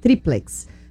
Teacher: a palavra é uma paroxítona, a sílaba tônica é a penúltima